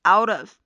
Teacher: 这个 of 也是可以和前面的这个 out 连读，同时这个 t 字母 t 也是会变成这个弹舌音 out of,然后后边也是可以这和这个 his 连在一起 of his,所以这整句话连在一起就是 The little boy pulled his hand